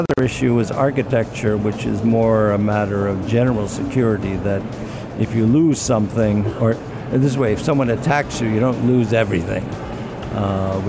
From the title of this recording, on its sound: Live at IGCF